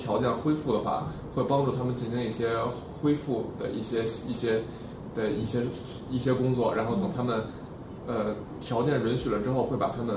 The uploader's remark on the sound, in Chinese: 本期节目为在张大妈办公区用录音笔录制，可能有街道上的杂音，请见谅。